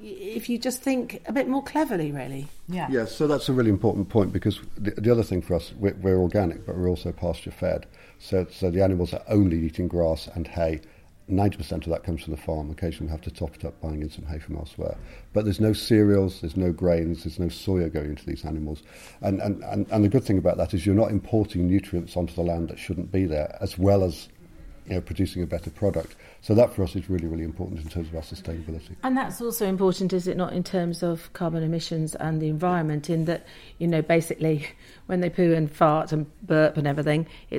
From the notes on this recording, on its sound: at the Abergavenny Food Festival earlier this year